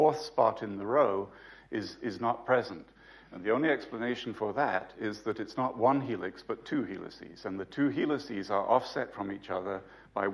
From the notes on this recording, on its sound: UCL Lunch Hour Lecture